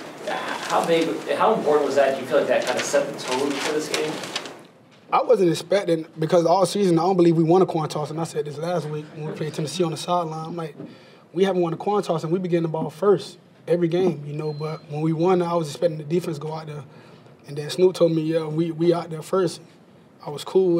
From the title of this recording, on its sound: Postgame Press Conference